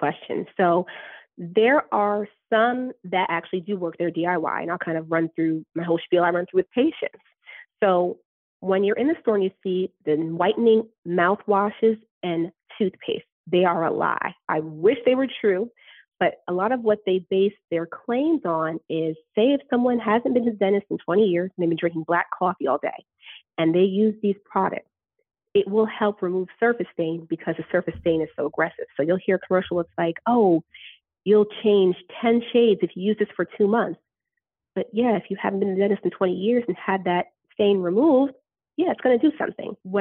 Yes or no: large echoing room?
no